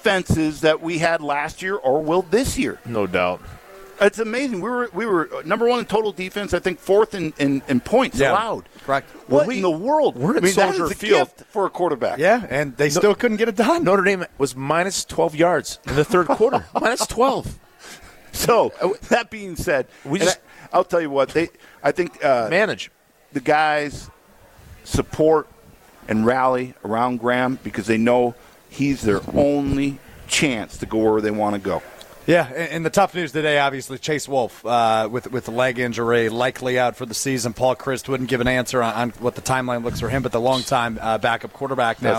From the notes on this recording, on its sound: live from The Great Dane in Fitchburg.